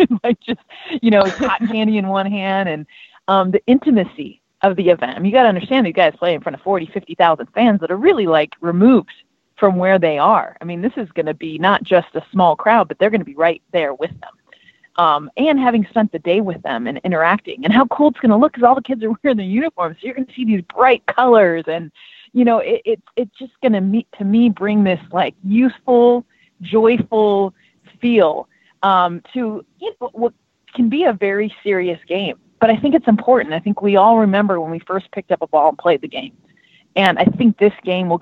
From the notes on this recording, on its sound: Got on the phone with ESPN baseball analyst.